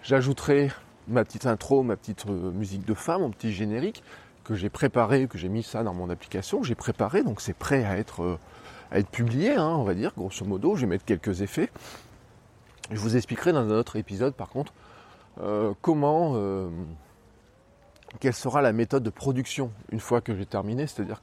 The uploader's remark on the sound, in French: j'enregistre ce podcast dans la rue avec simplement mon iPhone